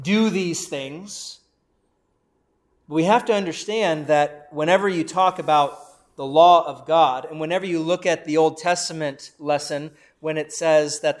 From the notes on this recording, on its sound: Preached at Saint Paul Evangelical Lutheran Church in Valley City Ohio